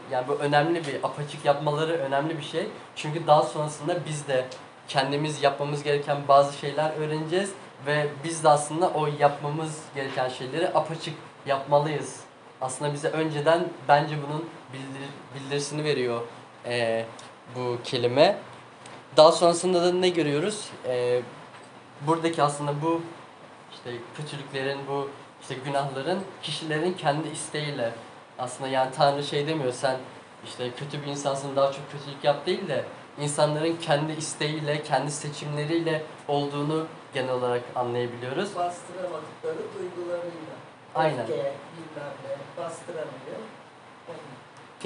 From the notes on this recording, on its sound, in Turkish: Ses kalitesi için kusura bakmayın